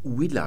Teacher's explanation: da hat man das W noch wie den Vokal U gesprochen